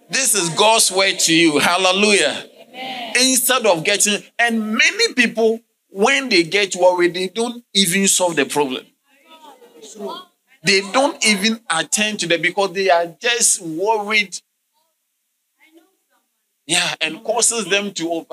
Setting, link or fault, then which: setting, large echoing room